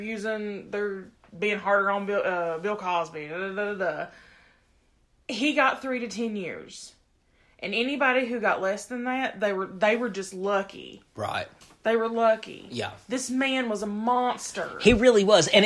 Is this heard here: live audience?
no